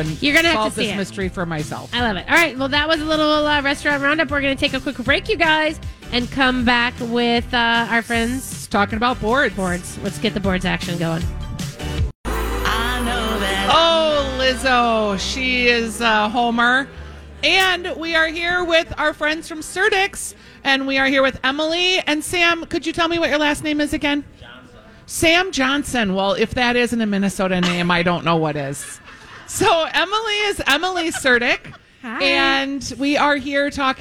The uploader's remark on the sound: continue their live broadcast from Potluck in the Rosedale Mall